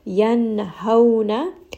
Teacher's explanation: Ha should come naturally from the chest, almost like a sigh. So this is coming straight from the lungs.